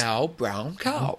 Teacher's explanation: how now, brown cow is a phrase used for teaching to demonstrate rounded vocal sounds. Each owl sound in a phrase how represents... · Term: diphthong